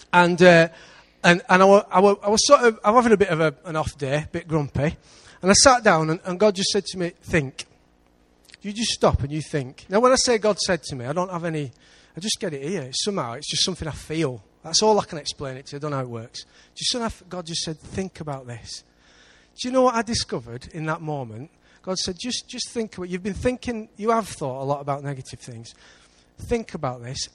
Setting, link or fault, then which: setting, large echoing room